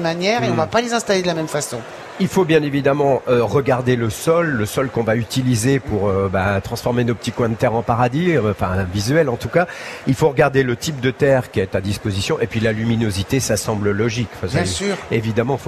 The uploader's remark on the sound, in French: en direct de la Foire de Paris